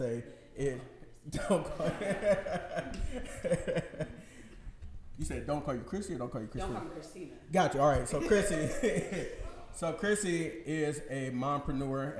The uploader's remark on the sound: a live taping of Black Fridays via The Raw Avenue Live Podcasting event